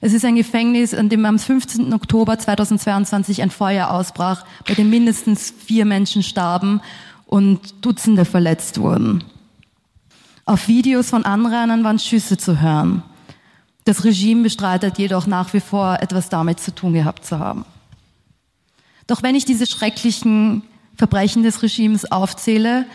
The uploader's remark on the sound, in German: Pölten bringt den Mitschnitt einer Veranstaltung der TangenteStadtprojekte vom 18. Im KulturheimNORD St.